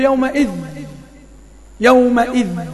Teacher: مفيش اصلا تنوين بقى لان التنوين بيذهب عند الوقف